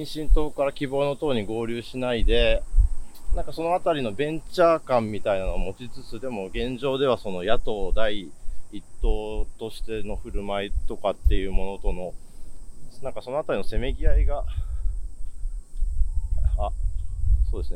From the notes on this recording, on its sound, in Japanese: 夏休みお出かけ企画の第２弾は憲政記念館を出発して国会周辺を散策。後編は国会図書館から政党本部、旧永田町小学校などをぶらぶら歩きます。音声に風の音が入っていて御聴き苦しいかもしれませんがご了承ください。